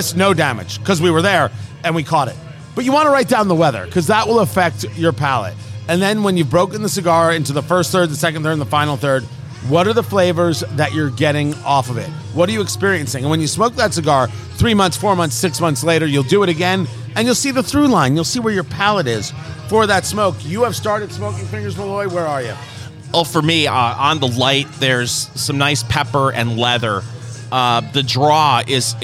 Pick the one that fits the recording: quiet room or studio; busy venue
busy venue